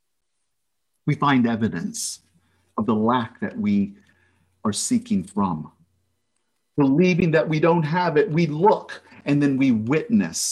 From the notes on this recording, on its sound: This message was delivered at Concordia Center for Spiritual Living